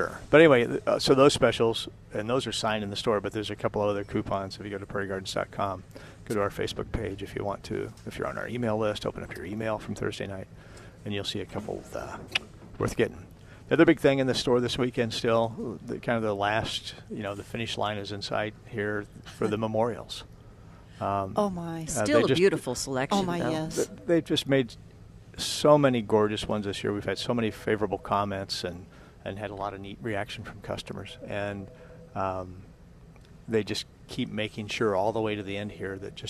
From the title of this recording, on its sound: Plant Experts Live at Prairie Gardens 5-25-19